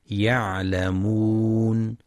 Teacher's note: ينتبه القارئ لبينية العين وتحقيق مخرجها من وسط الحلق